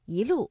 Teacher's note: 正确的声调应该是第一句的一路霜林，我们的一读二声